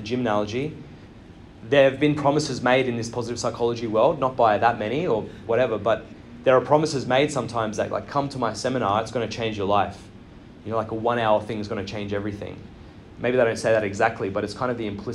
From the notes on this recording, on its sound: LIVE from IPPA World Congress 2023. Coming to you LIVE from Vancouver BC.